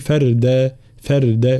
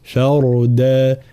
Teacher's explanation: را ساكنة مسبوقة بفتح فإننا نفخمها · Shown in: second take